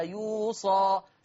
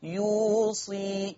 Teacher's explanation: حفص هيقرأ بصاد مفتوحة وألف مادية بعدها · Shown in: first take · يوصى. طب يا ورش هتعمل فيها ايه؟